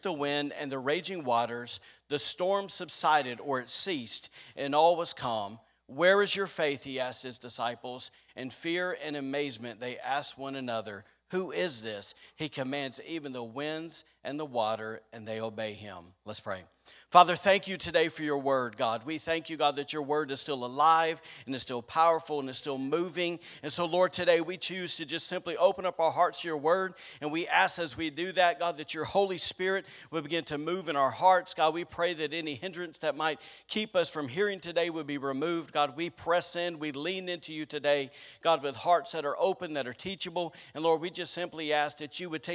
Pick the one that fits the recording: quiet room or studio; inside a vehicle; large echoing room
large echoing room